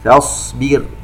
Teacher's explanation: ننتبه إلى الراء الساكنة المسبوقة بكسر، نشبع الكسرة التي على حرف الباء حتى ترقق الراء